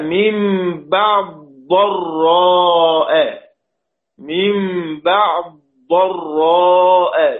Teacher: يبقى هنا من بعد ضراء، من بعد ضراء بإدغام الدال في الضاد